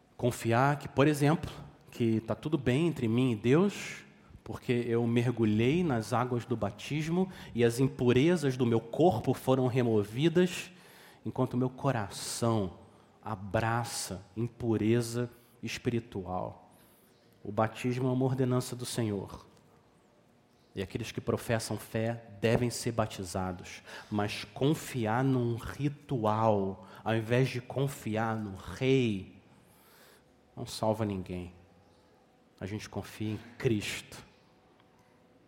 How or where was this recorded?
large echoing room